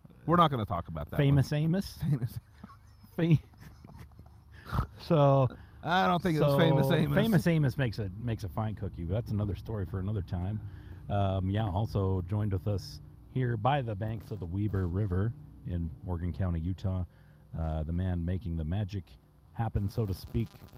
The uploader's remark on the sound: Outside a van down by the Weber River